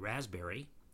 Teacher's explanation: we don't pronounce the D in handsome or handkerchief, or the P in raspberry